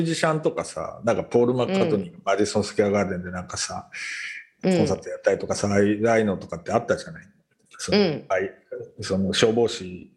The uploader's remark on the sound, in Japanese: 本収録はビデオ会議サービス「Zoom」を使用し。一部聞き取りづらい箇所があります。